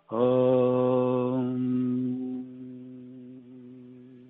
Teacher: ves que de la M pasa a la N porque pongo la lengua en, el paladar.